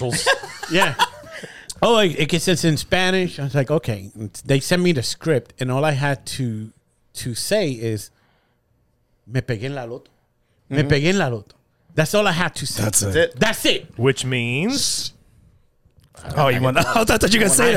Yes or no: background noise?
no